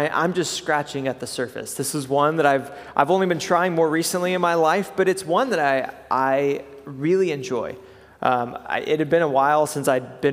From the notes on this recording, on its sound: preached at Good Shepherd Oak Cliff